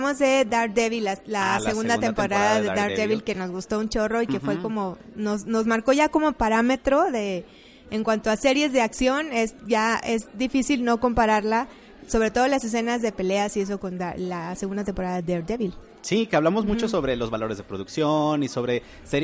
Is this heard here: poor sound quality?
no